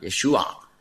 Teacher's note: Und dann ist noch ein Problem, der letzte Konsonant, Yeshua, Sie hören den fast nicht, ja? Yeshua, das ist ein Ayin, das ist ein Kehllaut ganz tief da unten